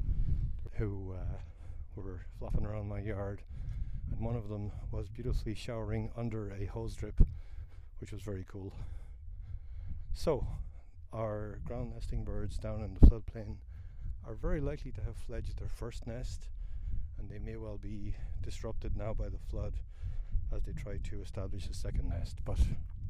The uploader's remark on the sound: These are some of the questions I discuss as I walk about in the Winooski River floodplain. This a recording out in the natural world and the audio quality is sometimes affected by wind. And airplanes.